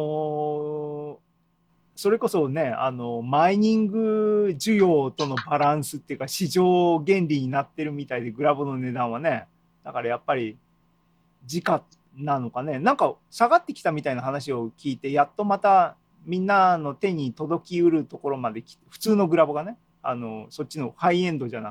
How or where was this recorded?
video call